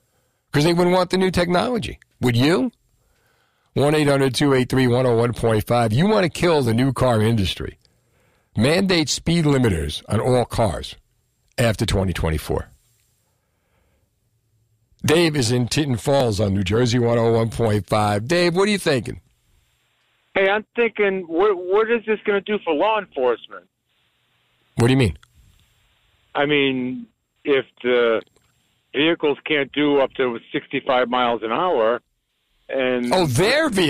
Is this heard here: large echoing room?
no